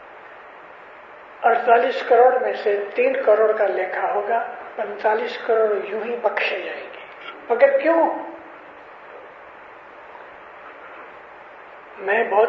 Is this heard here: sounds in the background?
no